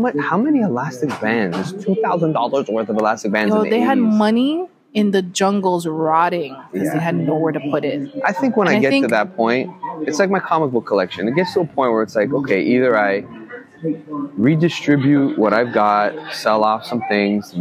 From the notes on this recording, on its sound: brought their mics to the beach, this time in sunny Jamaica and recorded a series of episodes